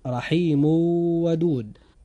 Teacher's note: فقد جاء بعد التنوين الموجود في رحيم حرف من حروف الإضغام بغنة وهو حرف الواو، فحدث هنا إضغام بغنة